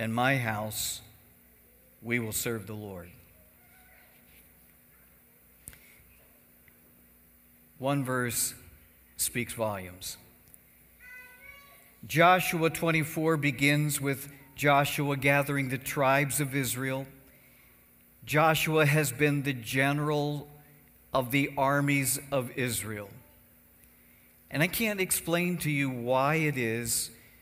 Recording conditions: large echoing room